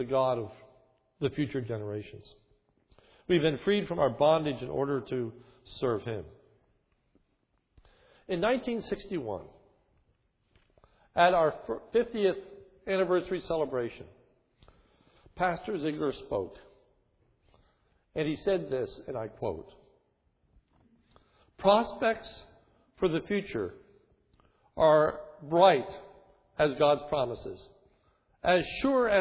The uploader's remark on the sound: This is a sermon recorded on 1/9/11 from the morning worship service.